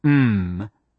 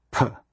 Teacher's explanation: Lips, nasal, soft palate open, mmm, not nasal, soft palate closed, p.